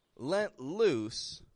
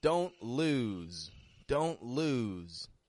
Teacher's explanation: pronounce one of them with a vowel a little bit shorter and a voiceless ending. Only an S on the ending. Whereas the other you would give a longer vowel to and you'd make that S more like a Z. You would voice it.